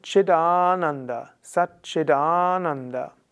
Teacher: das T am Ende eines Wortes, wenn darauf ein A folgt, wird dann zum D.